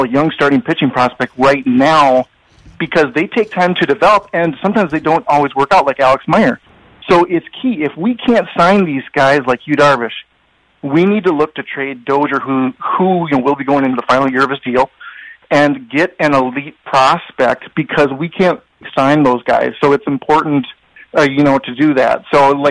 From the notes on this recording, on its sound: BONUS: Twins Wrap post-game show after loss to Yankees. Take phone calls and react.